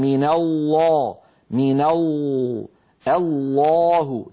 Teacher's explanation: إذن نرى على اللوحة شكل اللسان عند نطق اللام المفخمة والمرققة، يصاحب اللام المفخمة تقعر لوسط اللسان وتضيق في الحلق بخلاف المرققة